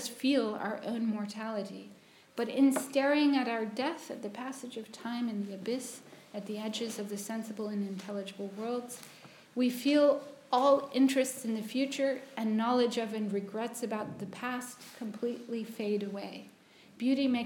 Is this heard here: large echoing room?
yes